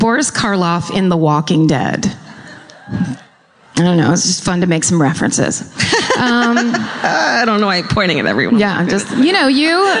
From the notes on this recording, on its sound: Live from The Orpheum theater in Los Angeles!